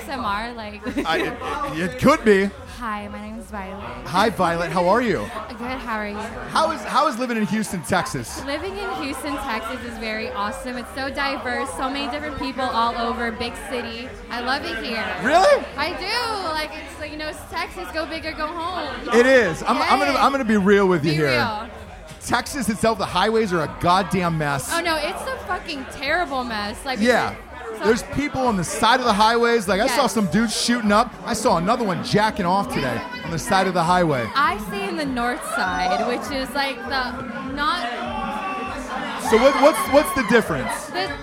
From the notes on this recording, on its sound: Live From Buck's Wild Strip Club In Houston! Throw an impromptu rager at a strip club in Houston, Texas the night before the Drinkin' Bros cruise with 40 drunk soon to be passengers...